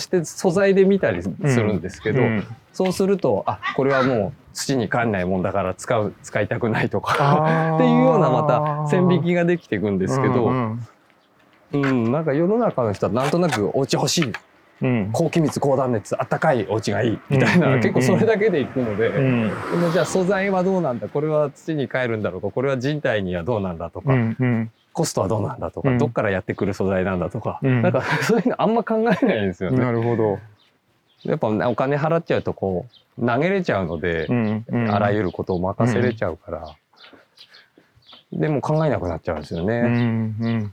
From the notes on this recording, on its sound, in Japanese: 誰かと散歩しながら収録しております。すっかり有名になった廃材だけでセルフビルドされた（され続けている）ご自宅の敷地からスタートして、周辺の畑などをグルっと散歩。